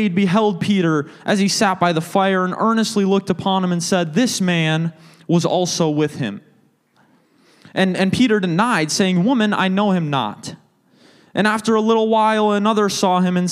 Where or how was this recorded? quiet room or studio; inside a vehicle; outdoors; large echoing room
large echoing room